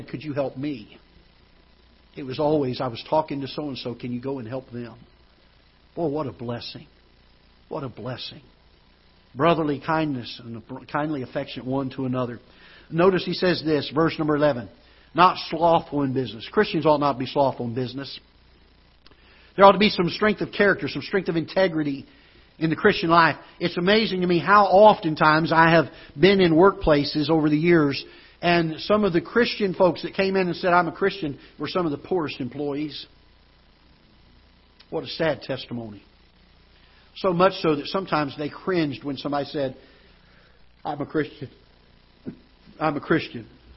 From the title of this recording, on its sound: Ketha Heights Baptist Church ~ Live Broadcast